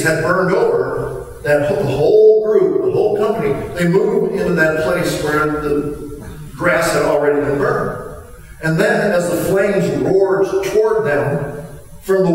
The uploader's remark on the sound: We apologize for the bad sound quality on this recording.